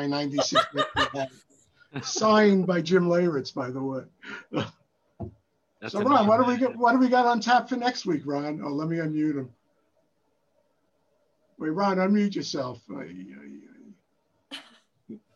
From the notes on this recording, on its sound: Live zoom conversation with former players announcers media and many more.